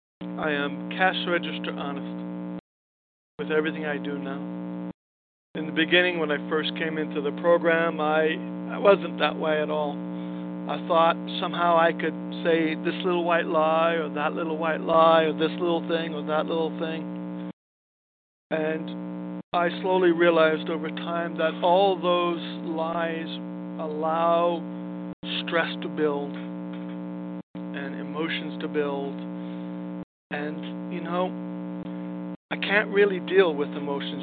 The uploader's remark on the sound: 100 Pounders Phone Meeting